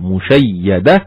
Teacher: الكسائي أمال هاء التأنيث وما شابهها والحروف التي قبلها في الوقف، فكلام الناظم صريح في أن الكسائي يميل الهاء والحرف الذي قبلها، هكذا مشيدة، هكذا مشيدة، فالفتحة تميل إلى الكسرة · Term: إمالة